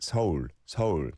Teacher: And so it's not one syllable like in English, it is 서울. But when you say it together, it does almost sound like one syllable, even by Korean speakers